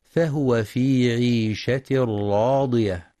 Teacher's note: ينتبه القارئ برواية حفص لضم الهاء في كلمة فهو، فلا يقرأ فهو بسكون الهاء، والصواب ضمها.